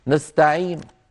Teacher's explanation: خفض الصوت عند الحرف الموقوف عليه